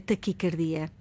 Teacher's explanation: O A é fechado, a forma correta, a pronúncia correta é taquicardia e não taquicárdia